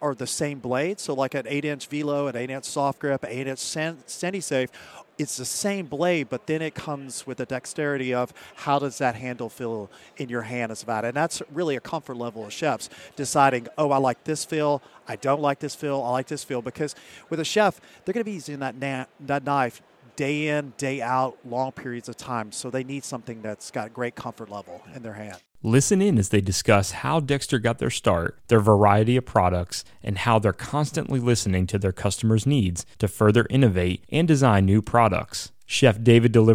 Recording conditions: busy venue